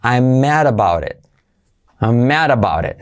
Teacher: Y la D se convierte en R suave, mad about it. La T de about it también se convierte en R suave